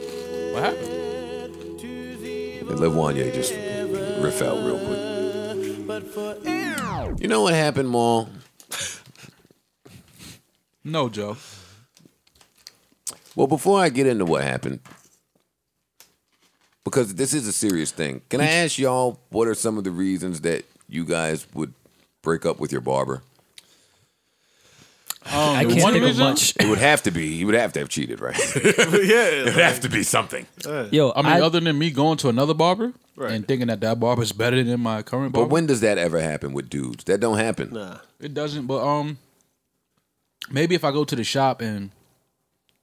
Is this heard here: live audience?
no